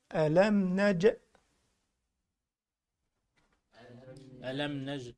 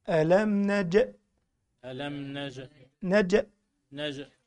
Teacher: ألم نج دي قلقلة، الجيم دي مقلقلة